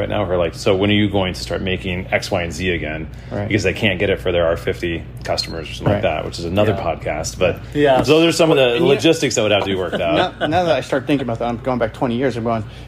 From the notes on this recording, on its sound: Live from BMW MINI Test Fest. We recorded some time in some very cool cars.